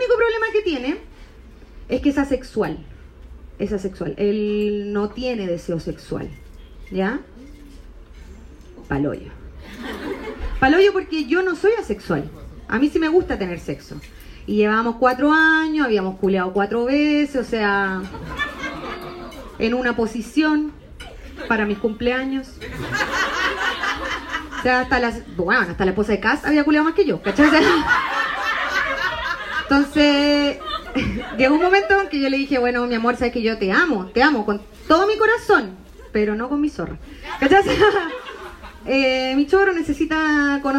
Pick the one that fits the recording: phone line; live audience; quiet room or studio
live audience